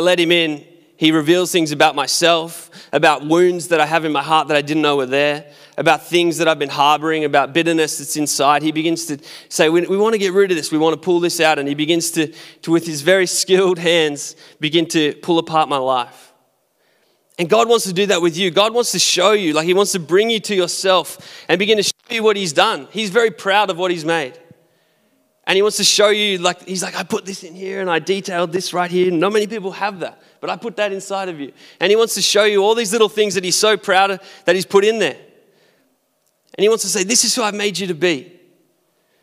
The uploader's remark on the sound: Recorded at our live gathering on the 28th of February 2021.